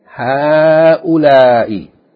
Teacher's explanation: the first syllable is pronounced, fatha is pronounced as though it's elongated